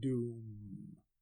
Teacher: the reader of the poem run almost out of breath by the last word, doom, which itself can be drawn out till the breath is gone